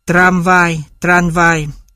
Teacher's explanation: M và V là hai phụ âm môi, để cho khác nhau, M được chuyển thành N là âm lưỡi. · Term: dị hóa